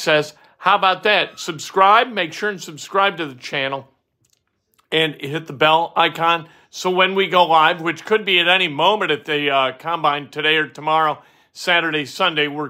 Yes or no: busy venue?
no